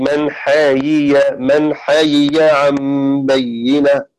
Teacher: فرأى نافع وشعبة والبازي ويحيى من حي من حيي من حيي عن بينة بإظهار الياء الأولى وكسرها فينطق بياءين الأولى مكسورة والثانية مفتوحة